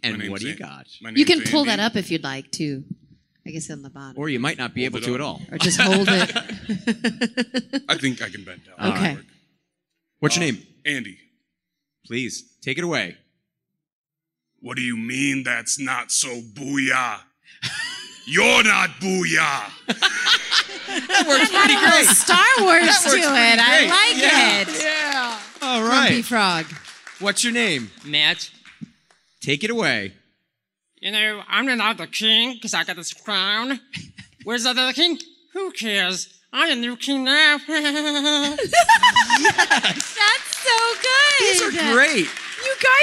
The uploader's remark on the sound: LIVE podcast recording at FanExpo Chicago. Our live audience.